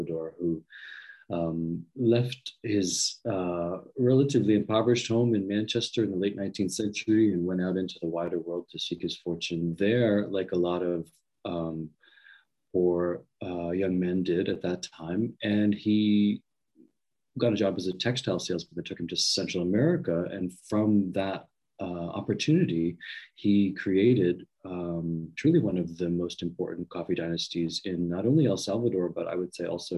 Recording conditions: video call